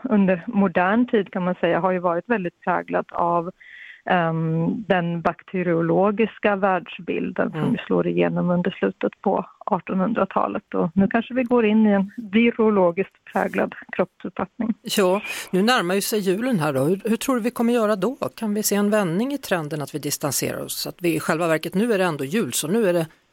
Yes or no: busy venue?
no